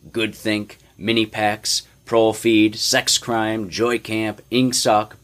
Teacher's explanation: words of two or three syllables, with the stress distributed equally between the first syllable and the last. The use of them encouraged a gabbling style of speech, at once staccato and monotonous.